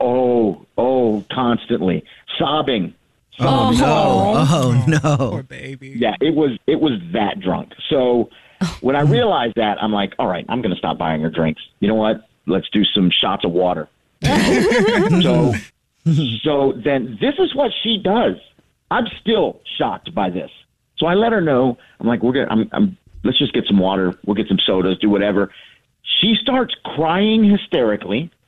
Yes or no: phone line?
yes